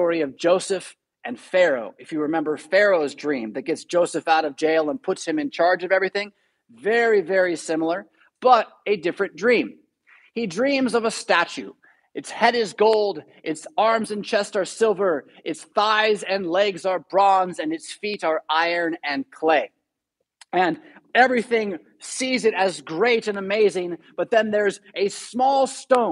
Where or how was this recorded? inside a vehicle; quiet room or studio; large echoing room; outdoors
large echoing room